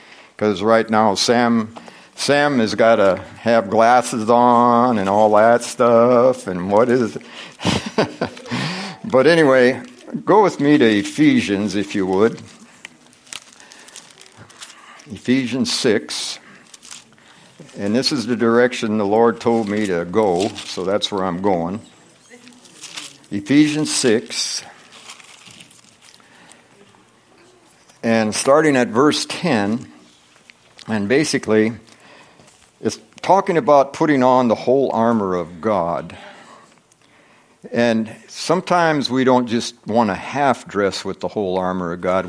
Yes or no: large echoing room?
yes